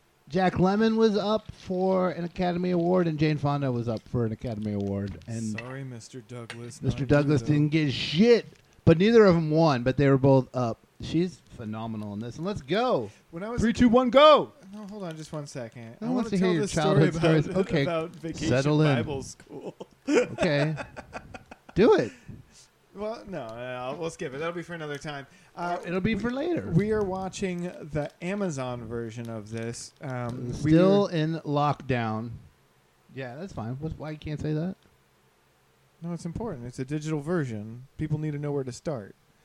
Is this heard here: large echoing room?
no